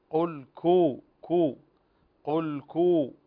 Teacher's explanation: الكاف مخرجها من أقصى اللسان